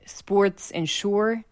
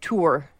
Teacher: Philly has what we call back vowel before R raising.